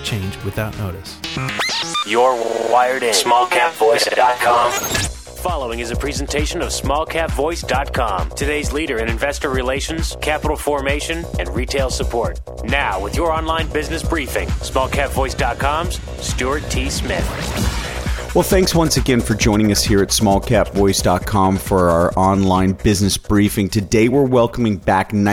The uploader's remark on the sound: called in to SmallCapVoice